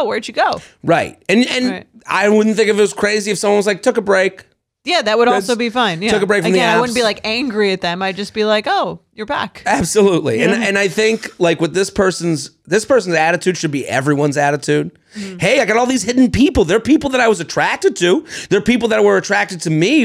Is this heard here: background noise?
no